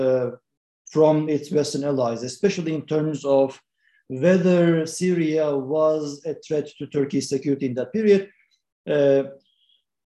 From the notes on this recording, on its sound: This public talk was conducted online via Zoom